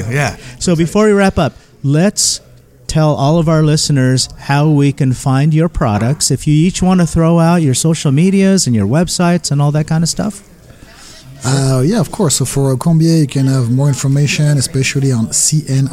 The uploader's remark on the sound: Today we record live from the 2nd Annual Orange County United States Bartenders Guild's Tiki Meeting hosted by Tiki Farm, the world's largest manufacturer of tiki mugs.